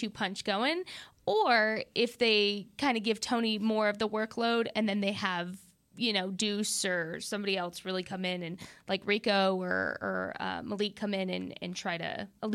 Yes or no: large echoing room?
no